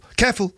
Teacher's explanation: And she always used to say that to us as kids, but she used to say careful, which is careful is two syllables, but yeah. She squeezed it into one syllable.